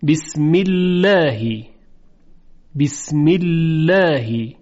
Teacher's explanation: این کسره باعث میشه که لام الله ترقیق بشه